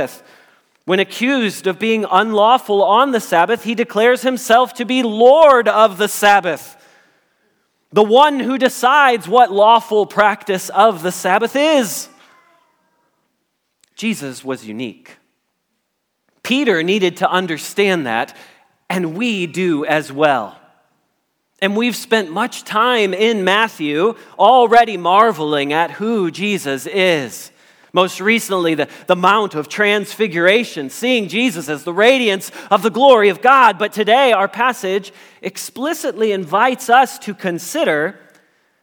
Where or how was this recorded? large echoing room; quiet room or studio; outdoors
large echoing room